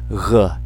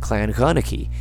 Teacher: you pronounce the G way back in the back of your throat, almost like a vocalized CH